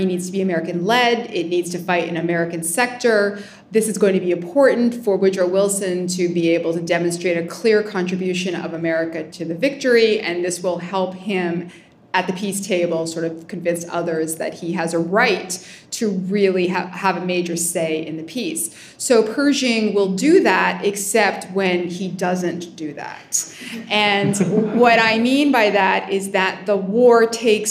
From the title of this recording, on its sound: PANEL DISCUSSION | National WWI Museum & Memorial, Kansas City